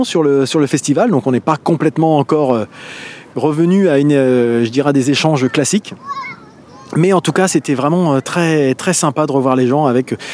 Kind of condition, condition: setting, busy venue